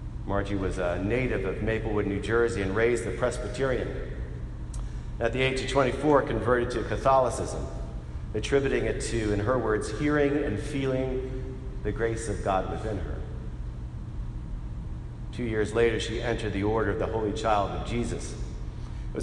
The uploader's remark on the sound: Today, friends and family gathered together as we celebrated her life with a Mass of Resurrection at St. Paul Church in Princeton NJ.